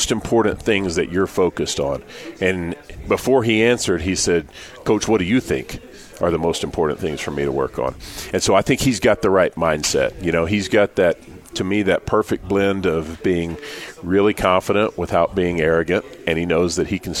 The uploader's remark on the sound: live from BYU Football Media Day